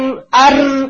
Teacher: रॉ के अंदर ना वो एग्जैजरेटेड ट्रिलिंग आने लग जाती है, इजाफी तकरार आने लग जाती है, यानी अर अर करके वो बहुत ज्यादा रोल कर रहे